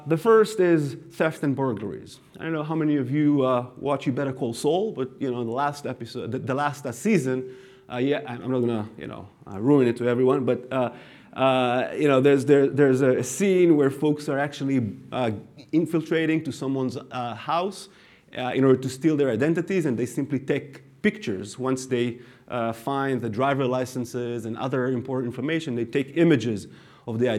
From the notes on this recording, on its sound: recorded at the Point Predictive 2023 Auto Lending Fraud Roundtable